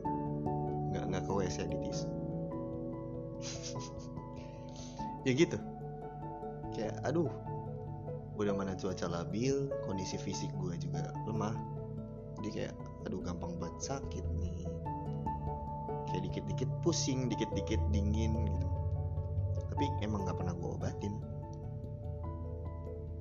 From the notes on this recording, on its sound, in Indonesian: Maafkan ayam dan suara lainnya yang rese.